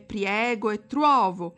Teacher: la presenza del dittongamento in forme come priego e truovo